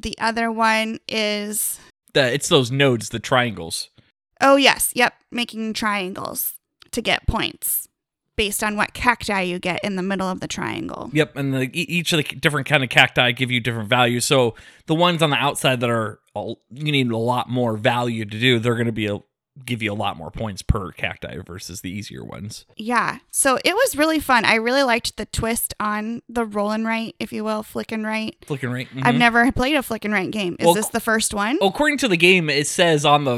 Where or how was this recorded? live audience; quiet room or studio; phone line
quiet room or studio